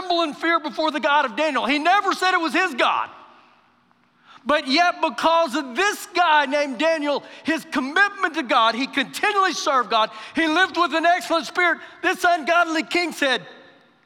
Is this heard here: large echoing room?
yes